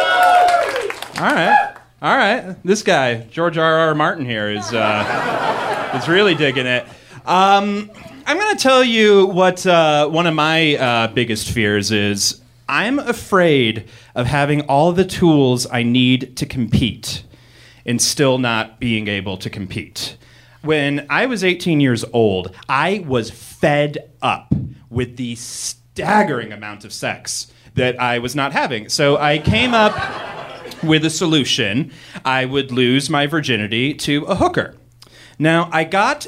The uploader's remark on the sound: Live from MaxFunCon! Share stories at Lake Arrowhead for our parent network's weekend-long fanjets, MaxFunCon!